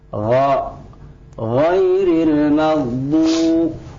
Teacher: Sedangkan fathah membuka huruf tersebut dengan membuka mulut ke samping ya, menjadi a ya. Kemudian kita tebalkan dengan mengangkat pangkal lidah kita.